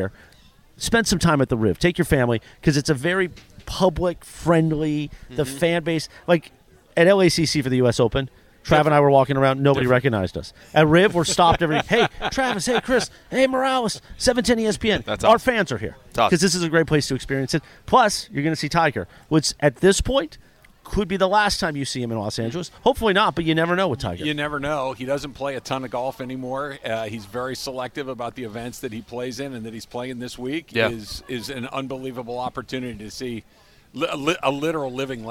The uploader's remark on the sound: LIVE from the Genesis Invitational. LIVE at the Riviera Country Club for the Genesis Invitational. They saw Tiger Woods was strolling by them.